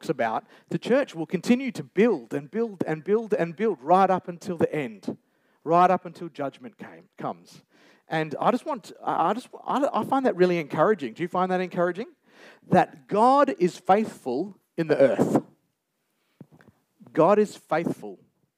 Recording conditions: live audience